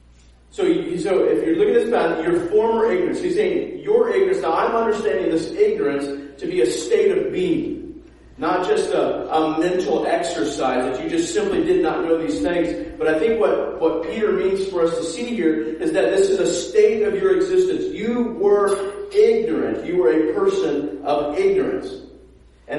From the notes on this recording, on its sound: preached at a sister church of ours in Dayton, Refuge City Church